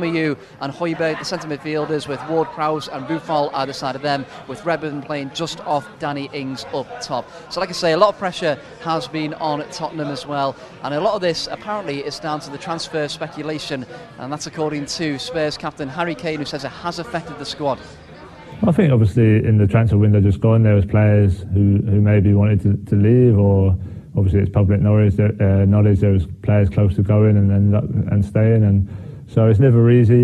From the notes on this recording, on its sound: From our spiritual home Barasti